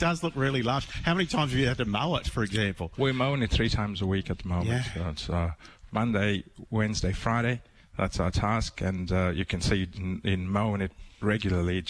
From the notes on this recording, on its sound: broadcasting live from the Gold Coast Turf Club